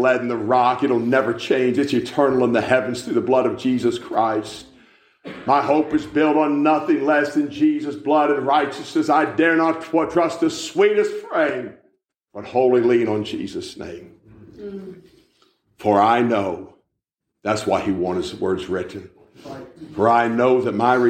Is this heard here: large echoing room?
yes